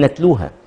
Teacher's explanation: فبالنسبه للتاء هنا انا لابد ان اجعل فيها جريان نفس كي لا تظهر على هيئة كاف